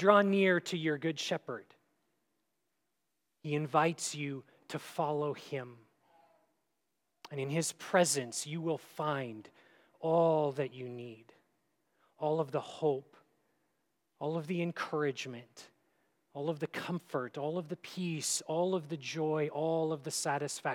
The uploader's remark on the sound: at Grace City Church in Fargo, North Dakota